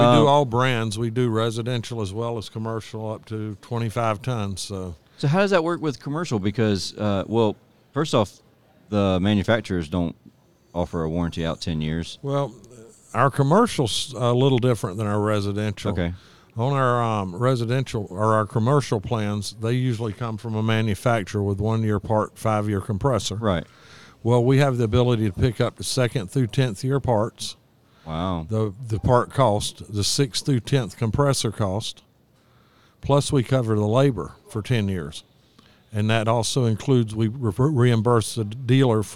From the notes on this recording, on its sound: This episode is recorded live from the AHRexpo in Orlando FL 2020.